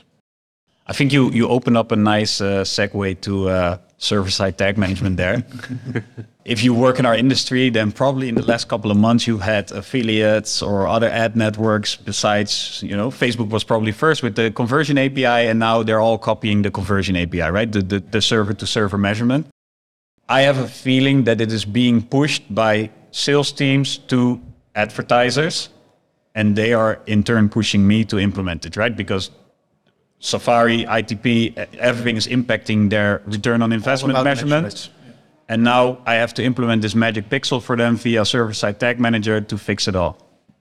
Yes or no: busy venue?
yes